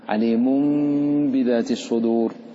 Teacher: إذن الإقلاب هو هذا، نقلب النون الساكنة والتنوين إلى ميم ثم نخفيه في الباء مع الغنة